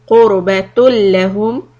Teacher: ra sukun and before that damma makes it heavy. Qurbatul lahum and lam shadda is idgham without gunna.